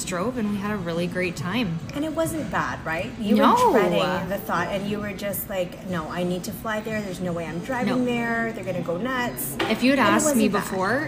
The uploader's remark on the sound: Raw and unedited episode we recorded over lunch in a small restaurant close to home for us both called "The Country Cabin" in Shelburne, Ontario, Canada.